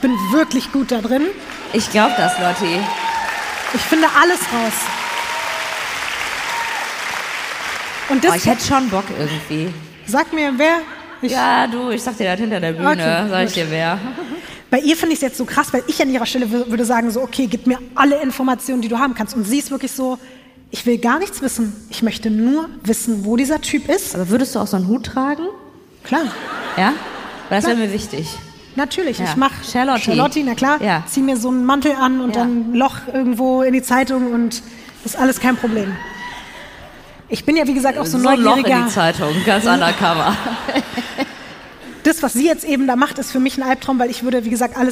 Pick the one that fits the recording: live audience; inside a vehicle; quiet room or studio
live audience